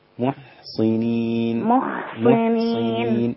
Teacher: الميم رقيقة مع الضمة والحاء رقيقة